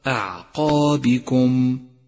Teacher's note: أولا تأمل كلمة أعقابكم، أعقابكم، وانتبه إلى ترقيق الهمزة، فهي حرف مرقق دائما، ويخشى من تفخيمه إذا جاء بعده مفخم أعقابكم. ثم انتبه إلى حرف العين الساكن وحاذر من قلقلته، فهذا خطأ شائع، أي هكذا أعقابكم، والصواب أعقابكم.